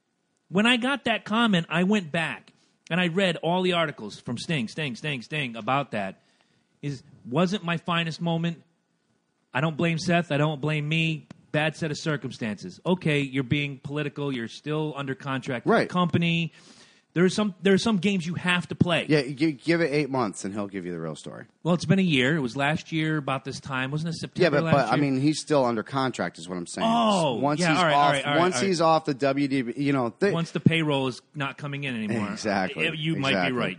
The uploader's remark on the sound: Phone interview.